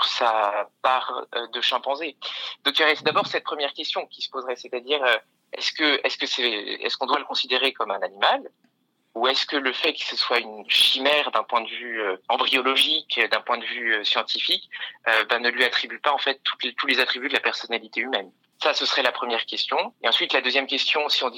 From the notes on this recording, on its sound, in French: participation à l'émission, par téléphone